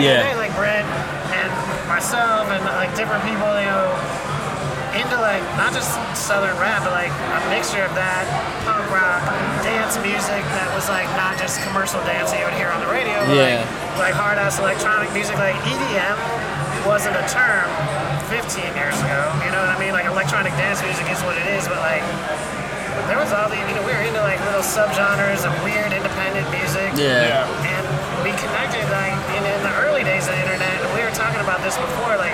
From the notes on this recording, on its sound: Live from the Eureka Heights taproom